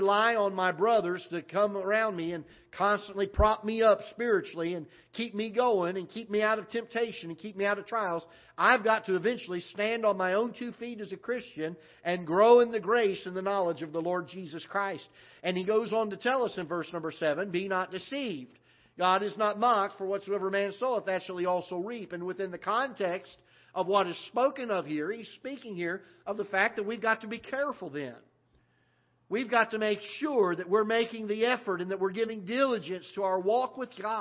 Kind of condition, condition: setting, large echoing room